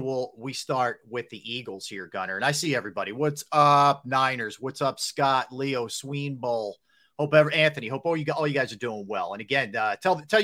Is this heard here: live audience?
no